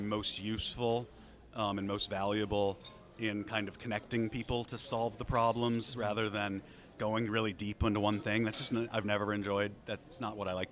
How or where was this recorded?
busy venue